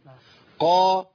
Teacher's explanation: القاف عندي مفتوح صح، والميم عندي مرققه، والقاف المفتوحه بتبقى في اعلى مراتب التفخيم.